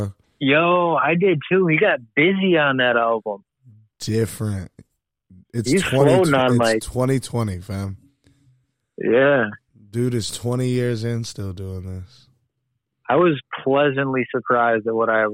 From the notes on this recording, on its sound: phones in while he quarantines